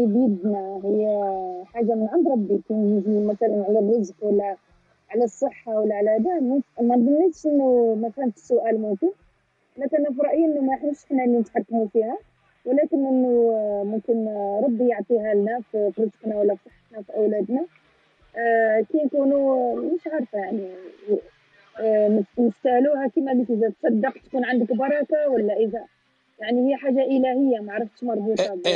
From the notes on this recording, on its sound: This was recorded on ClubHouse